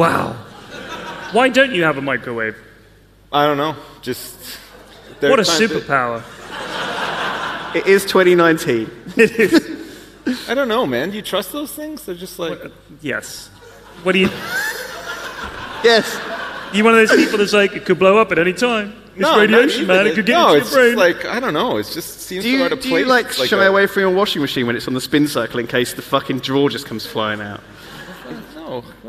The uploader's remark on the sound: Live from YogCon